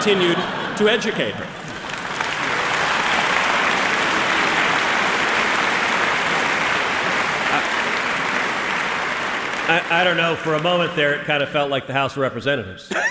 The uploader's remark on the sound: LIVE in Madison, WI. Now, they are UW-Madison adjacent and going live on the first stop of the 2021 Young America's Foundation campus tour.